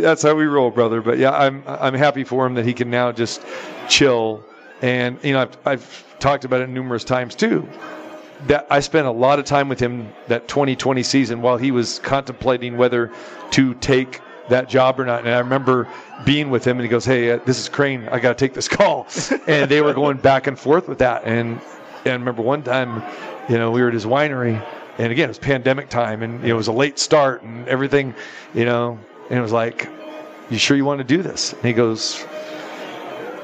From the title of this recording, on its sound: Live from the Super Book at Westgate Las Vegas